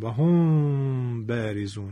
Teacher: اگر شما میتونستید در این لحظه لبهای منو ببینید، بیدید که لبهای من مقدار کمی، خیلی کم اصلا باز هست و من دارم غنه رو به اصطلاح اجرا میکنم · Term: اخفاء میم ساکنه